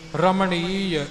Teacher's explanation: ਇੱਥੇ ਜਈਆ ਸਿਰਫ ਐੜੇ ਦੇ ਰੂਪ ਵਿੱਚ ਹੀ ਬੋਲਿਆ ਜਾਵੇਗਾ